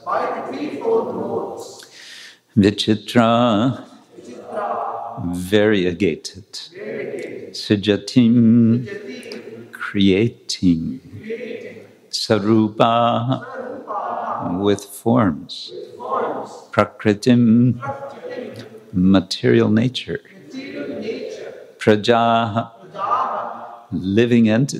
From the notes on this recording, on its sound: Lecture from New York ISKCON temple